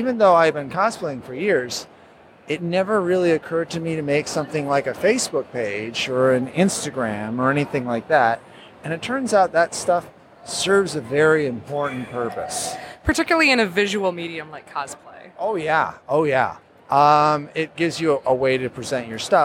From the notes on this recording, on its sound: Live from C2E2